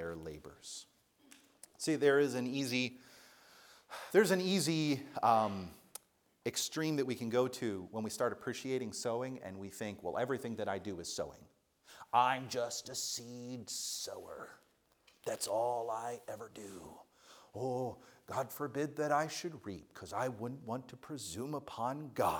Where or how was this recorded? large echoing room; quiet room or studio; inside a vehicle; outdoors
large echoing room